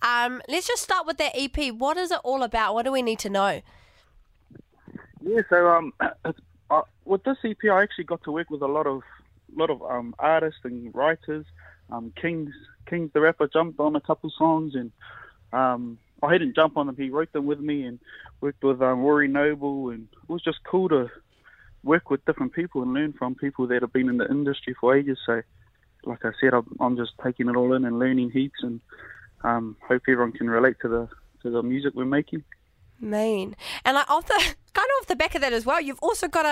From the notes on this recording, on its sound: over the phone